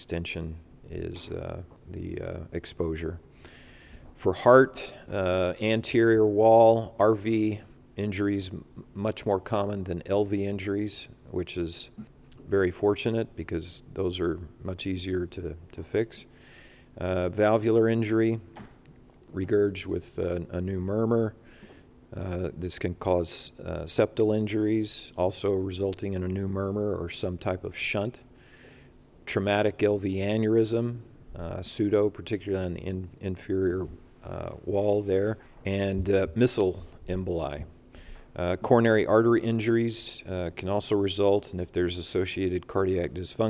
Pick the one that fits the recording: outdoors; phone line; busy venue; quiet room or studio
busy venue